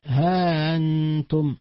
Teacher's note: ومد الروم في نحو ها أنتم، لأنهم يرومون الهمزة من أنتم ولا يحققونها ولا يتركونها أصلا، ولكن يلينونها ويشيرون إليها، وهذا على مذهب من لا يهمز ها أنتم وقدره ألف ونصف هكذا قال.